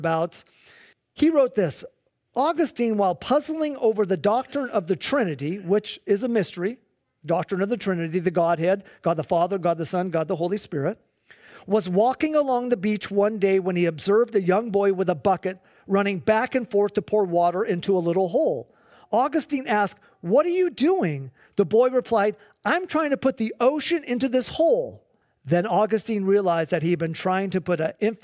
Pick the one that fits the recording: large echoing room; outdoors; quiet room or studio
large echoing room